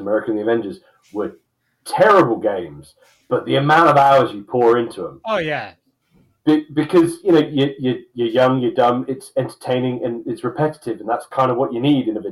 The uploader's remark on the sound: Apologies for some sound quality issues towards the end of the episode.